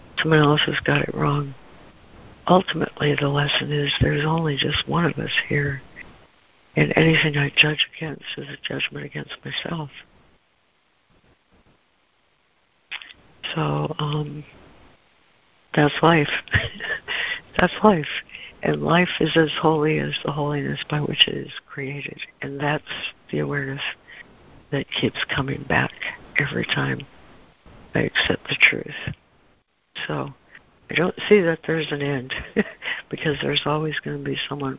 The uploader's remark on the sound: ACIM Daily Conference Call